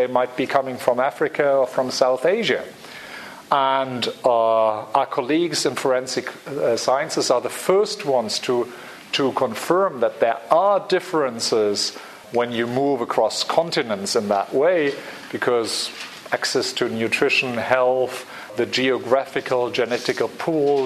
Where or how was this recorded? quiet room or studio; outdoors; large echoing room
large echoing room